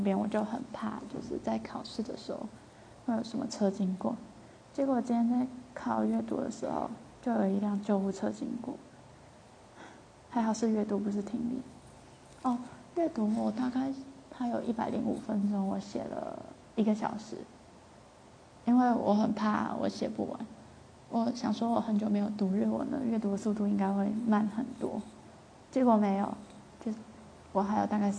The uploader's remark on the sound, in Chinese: 今天的雜音有點多抱歉